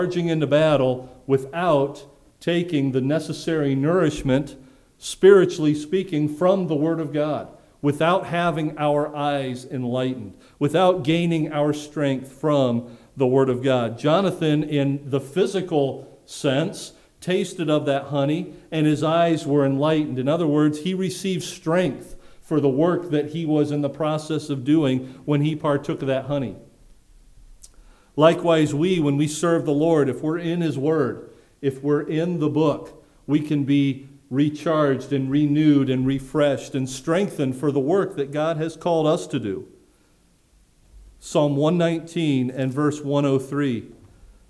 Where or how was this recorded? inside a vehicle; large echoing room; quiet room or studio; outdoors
large echoing room